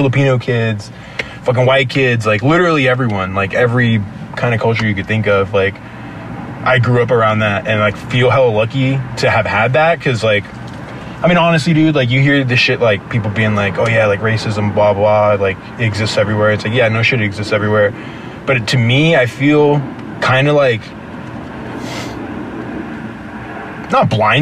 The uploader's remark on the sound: sit down outside a gig in San Jose California